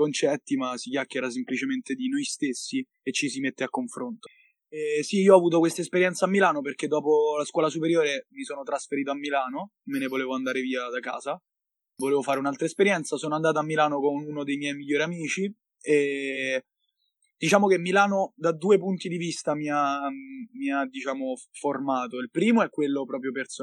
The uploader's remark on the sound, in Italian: Episodio registrato da remoto